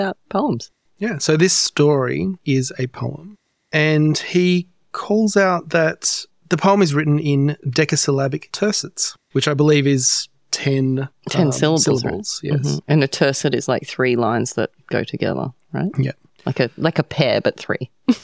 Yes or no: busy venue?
no